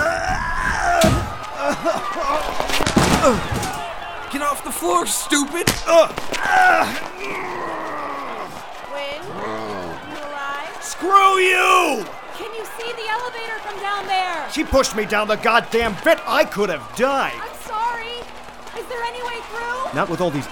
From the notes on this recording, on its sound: Some crowd sounds recorded live at CONvergence 2014.